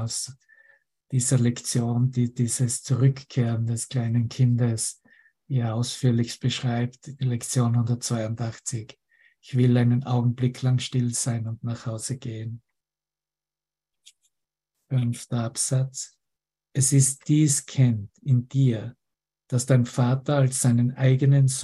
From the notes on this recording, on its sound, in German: Zoom-Session. Veranstaltet von der Aleph Akademie.